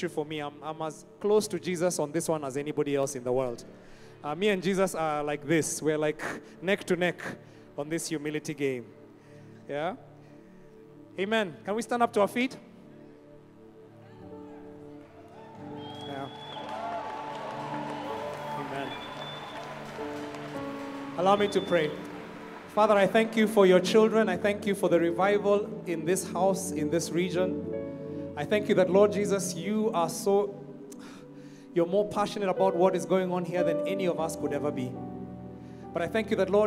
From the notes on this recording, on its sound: Preached at Worship Harvest Camp, Kampala.